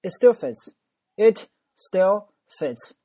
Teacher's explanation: 第二个 still 这个 t 呢变成 d